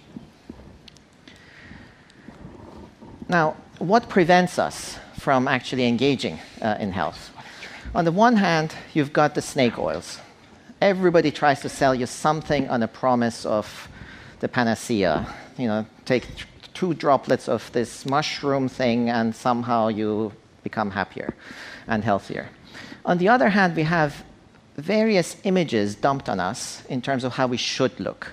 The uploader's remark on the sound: On stage at #BoFVOICES